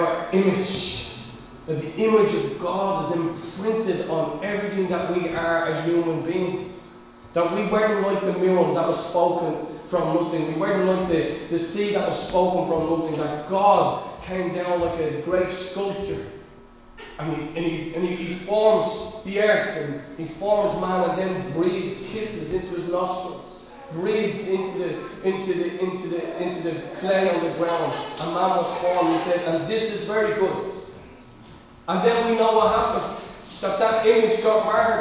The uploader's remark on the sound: Recorded live at Liberty Church on 16th August 2020